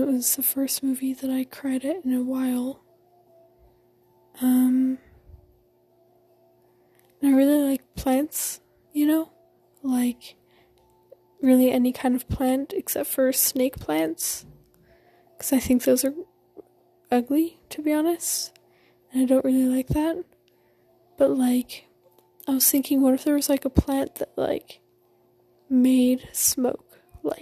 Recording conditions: background noise